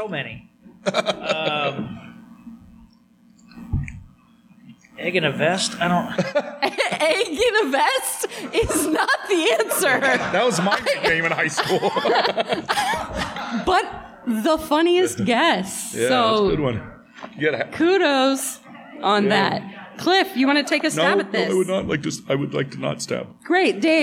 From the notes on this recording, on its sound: Live from The Indy Fringe Theater in Indianapolis,